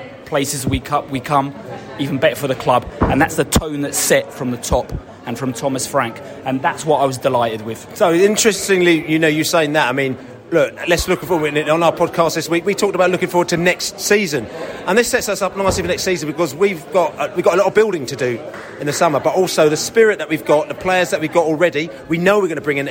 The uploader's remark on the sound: post-match podcast from the stands